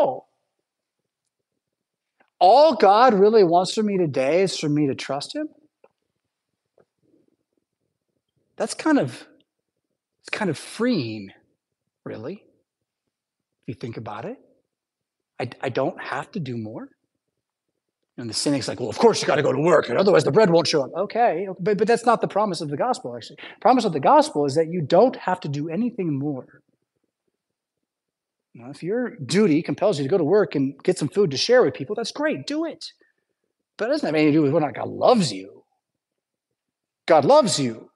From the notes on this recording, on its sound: Preached at St Paul Lutheran Church , Rockford, Illinois on Sunday October 15th, 2023.